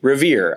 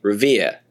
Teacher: But in any case, they were talking about Revere Beach, which in my Midwestern American English, I say Revere. I produce my post-vocalic Rs. A lot of people in Boston don't, right? · Shown in: first take · They would not say Revere, but they'd say Revere, right?